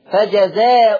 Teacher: ورش عن نافع قرأ بهمزة مضمومة بس دون تنوين